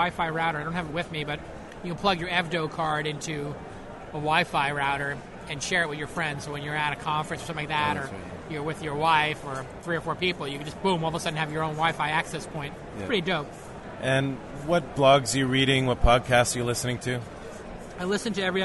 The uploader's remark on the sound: A live conversation recorded immediately after the Affiliate Summit Keynote address.